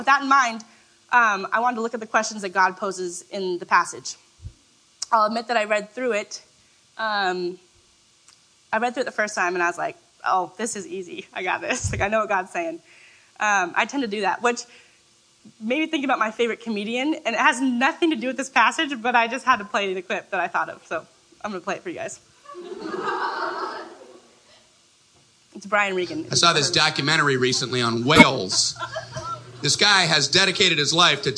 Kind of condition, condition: setting, live audience